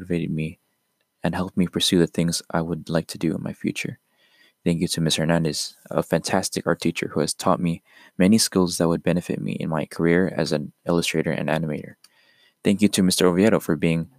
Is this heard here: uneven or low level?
no